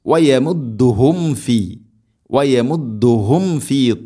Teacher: സാക്കിനായ മീമിന് ശേഷം ഫ വരുമ്പോൾ പ്രത്യേകം മീമിനെ പൂർണ്ണമാക്കി, അഥവാ രണ്ട് ചുണ്ട് തമ്മിൽ തട്ടിച്ച് മീമിനെ പൂർണ്ണമാക്കി ഉച്ചരിക്കണം